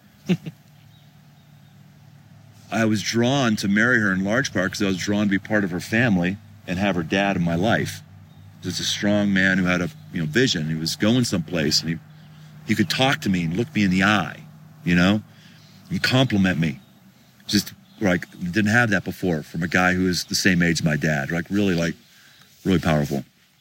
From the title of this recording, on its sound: Live from Pikes Peak